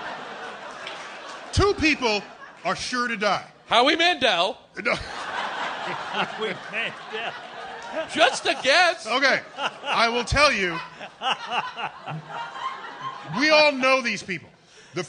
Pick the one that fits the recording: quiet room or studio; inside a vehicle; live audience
live audience